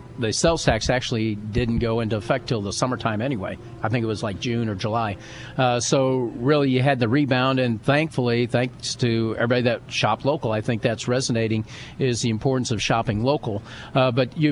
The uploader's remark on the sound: live from the Abraham Lincoln Presidential Museum